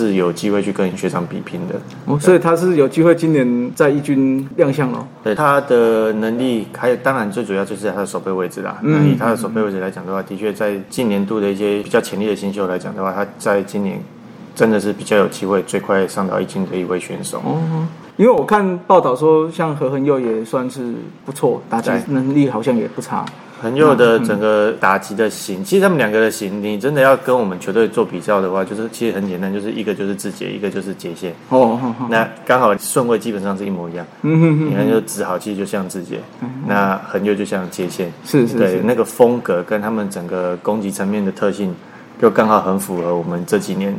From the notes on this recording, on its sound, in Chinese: 本集錄音於球場，全程使用錄音設備較精簡，音質不佳請見諒。特別南下到獅隊春訓基地。